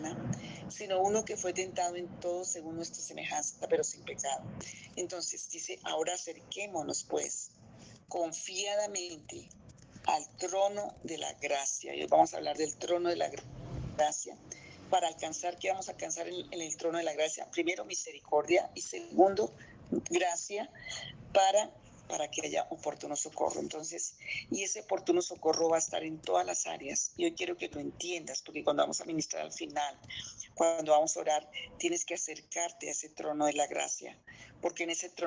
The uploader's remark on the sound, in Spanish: Zoom miércoles